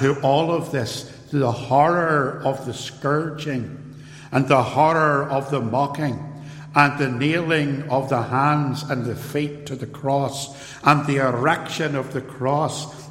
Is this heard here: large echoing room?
yes